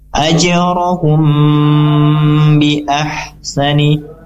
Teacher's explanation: Nah, ini tadi hukum bacanya adalah ikhfa syafawi. Artinya mim sukun bertemu dengan huruf ba, maka dibaca dengan dengung juga 2-3 harokat disempurnakan